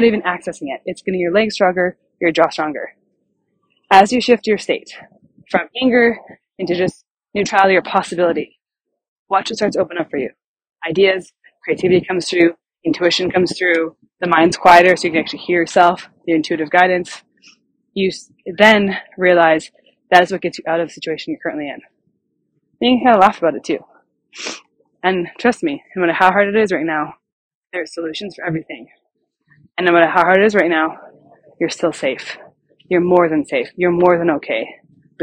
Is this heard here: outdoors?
yes